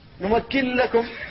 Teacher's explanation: نمكن لكم، هذا الإدغام الخالص بدون غنة قبل اللام